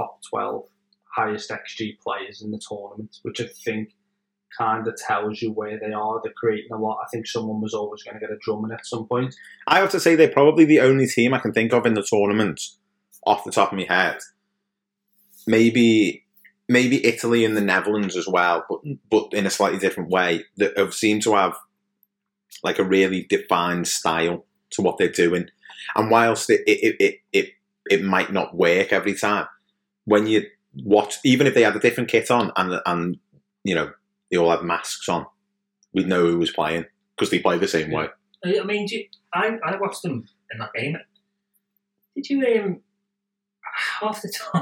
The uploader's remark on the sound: I must apologise for the sound quality on this episode. We recorded all evening before I realised I hadn't plugged the adapter into the laptop.